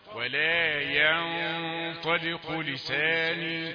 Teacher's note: غنة مفخمة كمان لأنها تقابل الطاء